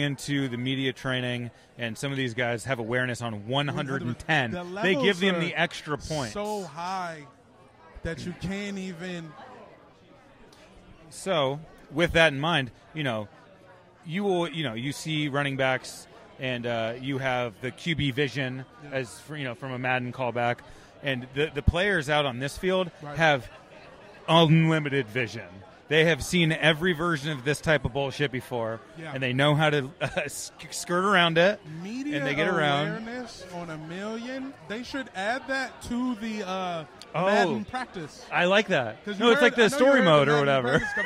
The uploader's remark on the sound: Live from the Netflix Quarterback Premiere